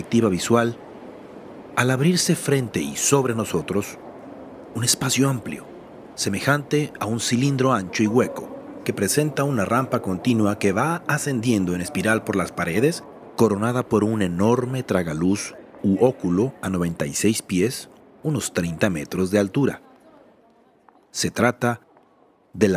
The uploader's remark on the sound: Traffic sounds and birds chirping. Al entrar al museo, pasamos por una puerta giratoria de vidrio [whoosh of door]. Light music with stings and xylophone begins.